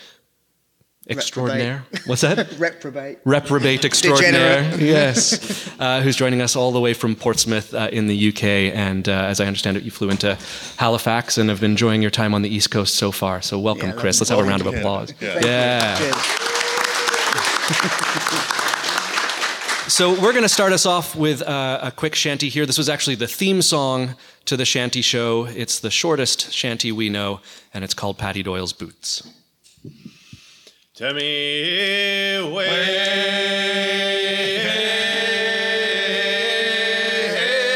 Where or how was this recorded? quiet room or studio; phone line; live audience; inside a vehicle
live audience